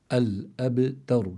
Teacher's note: تفخيم الراء لا يستدعي تفخيم التاء، فإذا الإنسان بده يحافظ على ترقيق التاء ثم تفخيم الراء الذي بعدها.